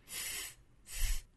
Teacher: 舌头伸出到口腔外面去摩擦上排的牙齿